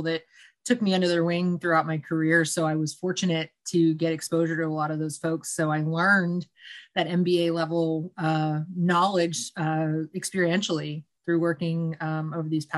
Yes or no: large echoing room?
no